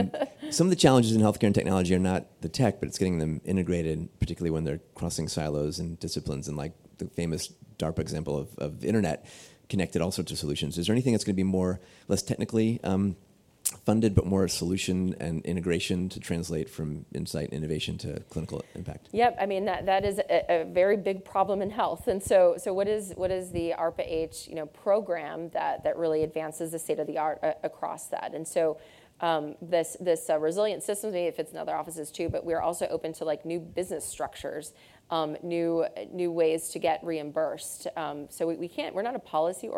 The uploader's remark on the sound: In this special episode in front of a live audience at the Stanford School of Medicine.